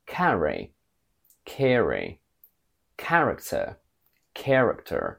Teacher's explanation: in British, in the combination a, r, the sound a is pronounced still as a quacky a from bad. In American, this a sound goes down again.